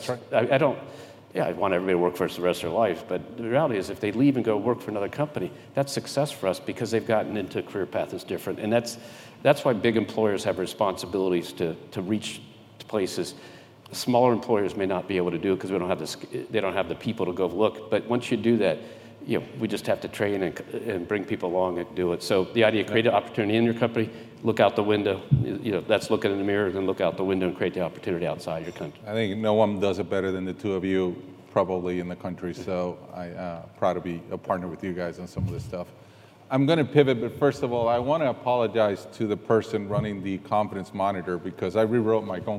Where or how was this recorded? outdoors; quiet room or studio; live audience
live audience